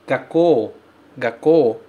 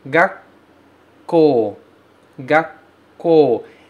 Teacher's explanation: Então, em vez de falar gakko, gakko, você faz uma pequena pausa antes de falar o K do ko · Shown in: second take · Term: tsu pequeno